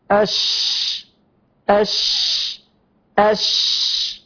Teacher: هذا الصوت وكما تعلمنا أن الشين تخرج من وسط اللسان، الشين حرف لساني يخرج من وسط اللسان مع ما يحاذيه من الحنك العظمي، الحنك العلوي العظمي. · Term: حرف الشين